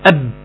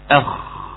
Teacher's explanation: الخاء لو شده كانت تبقى عامله زي الباء اب، كانت تبقى طق، انما فيها رخاوه · Shown in: second take